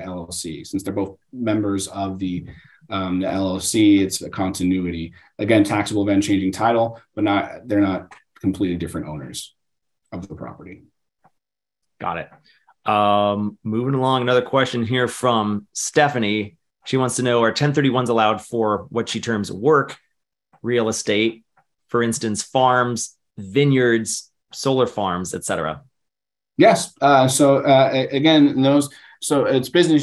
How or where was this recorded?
video call